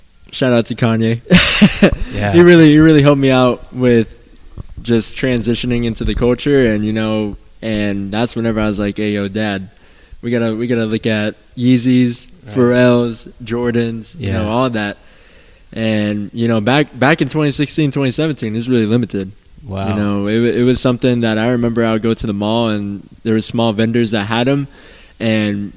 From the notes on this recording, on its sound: This week we are on location with one of the newest shoe and fashion stores located in Downtown San Angelo, TX, Publik Hype.